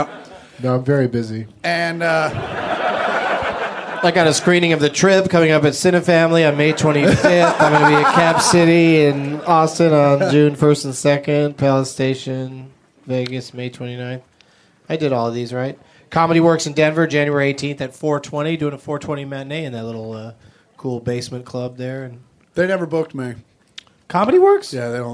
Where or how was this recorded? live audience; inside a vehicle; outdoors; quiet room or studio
live audience